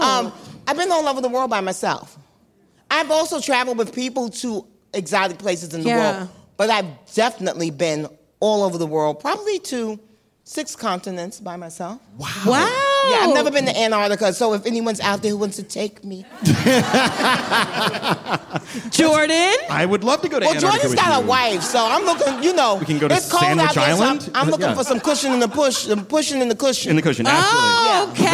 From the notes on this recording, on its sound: Live at the Bell House